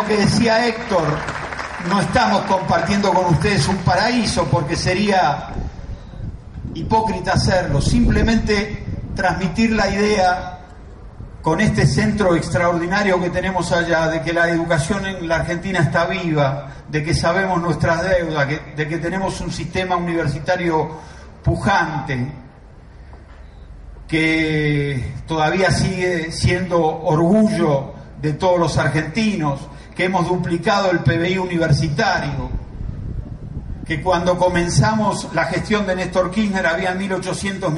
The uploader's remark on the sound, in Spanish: Audio de la jornada inaugural del Centro Educativo Tecnológico de Atilra en la localidad santafesina de Sunchales.